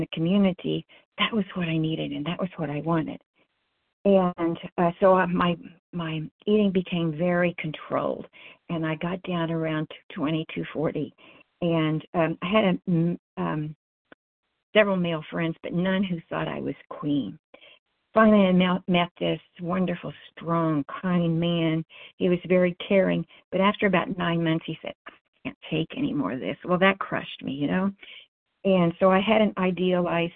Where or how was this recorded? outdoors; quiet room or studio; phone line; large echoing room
phone line